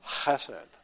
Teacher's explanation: Almost not a very pleasant sound, but it's a combination of some noise in the back of your throat plus H. · Term: ch sound